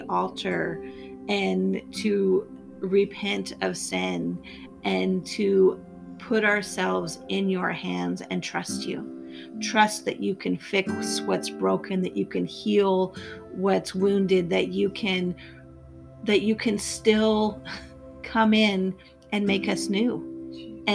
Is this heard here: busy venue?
no